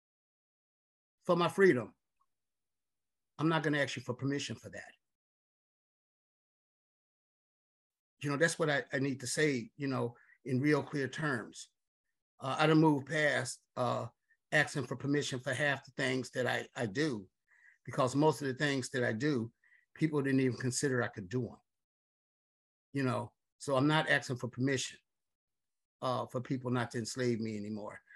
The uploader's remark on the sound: Audio from Freedom Day webinar